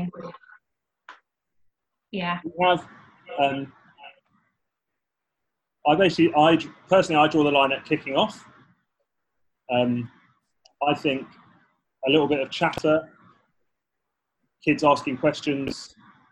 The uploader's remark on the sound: Zoom Seminar. A new intro has been added (as it was missed off the original) and capturing all the questions that were asked on the night.